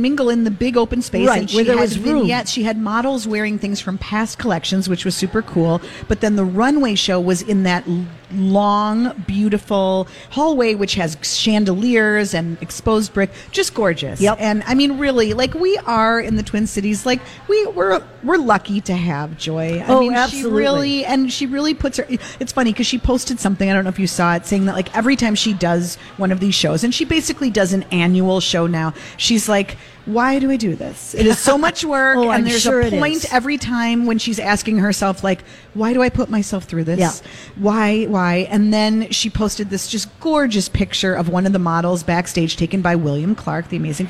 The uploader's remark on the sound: live at Revolution Hall at Rosedale Center